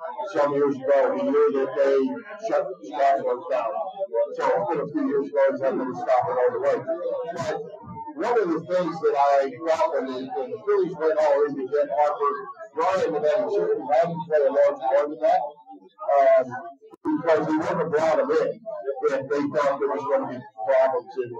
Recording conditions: poor sound quality